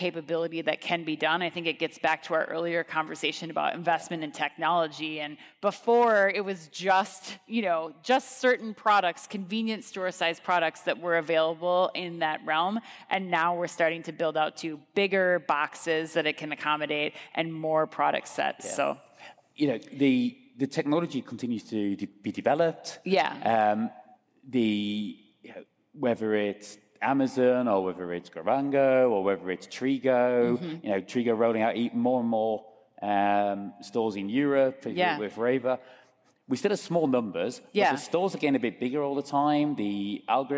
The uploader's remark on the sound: Groceryshop 2023 Recap Live From Las Vegas